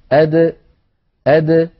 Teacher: لابد من إخراجها بالتباعد بين طرفي عضو النطق بدلا من التصادم بين طرفي عضو النطق حتى تظهر قلقلتها · Term: القلقلة